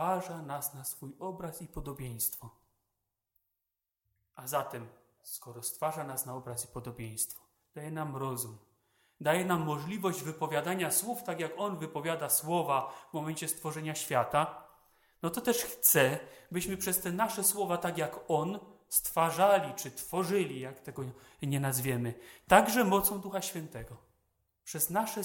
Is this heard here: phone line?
no